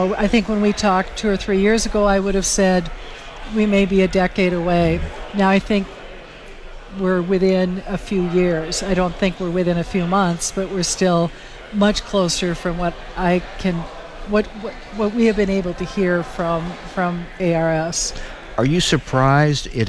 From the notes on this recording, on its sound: reports from the World Pork Expo's live event in Des Moines, Iowa.